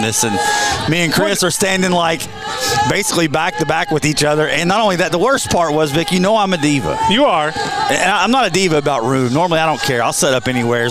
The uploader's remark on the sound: Live at the Owensboro Sportscenter